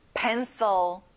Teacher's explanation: 친구들 앞에 pen에 강조해보세요